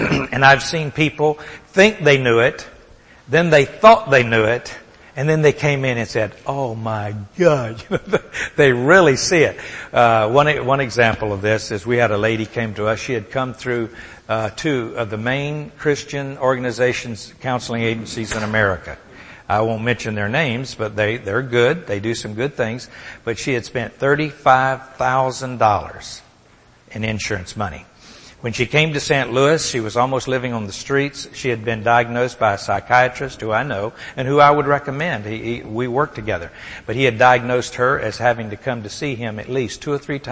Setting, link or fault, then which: setting, large echoing room